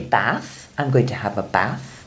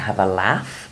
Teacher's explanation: So in fact that A sound is all the same in Scotland.